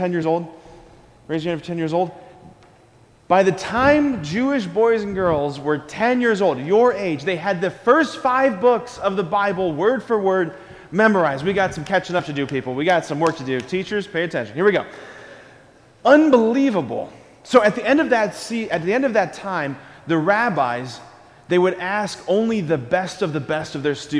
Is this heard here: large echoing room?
yes